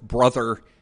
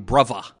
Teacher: there is a tendency to change the sound we write, th, th, into an F sound · Shown in: second take